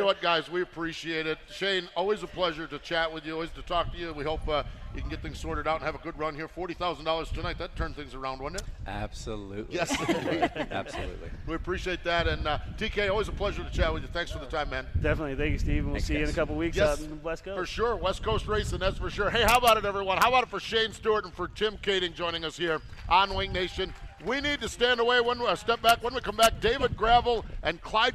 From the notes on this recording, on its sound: From the AGCO Jackson Nationals. Live from Jackson Motorplex.